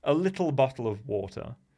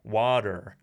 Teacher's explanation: And then you've got this, what's called the non-rhotic way of speaking, where I don't pronounce the R after a vowel · Shown in: first take